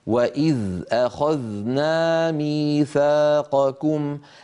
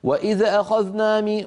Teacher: هاتان الذالان لابد من إسكانهما دون قلقلة · Shown in: first take